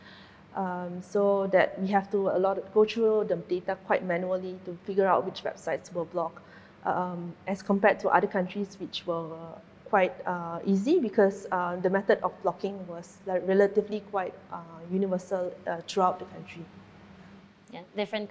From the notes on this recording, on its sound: PGP Live at DRAPAC23. Recorded live at the Digital Rights Asia Pacific Assembly in Chiang Mai, Thailand.